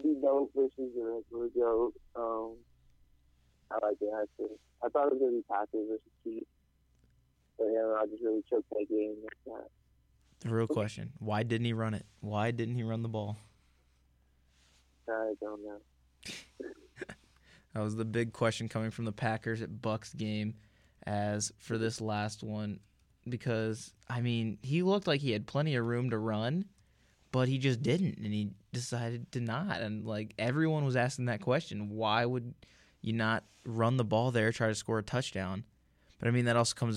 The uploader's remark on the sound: joins the show as a live caller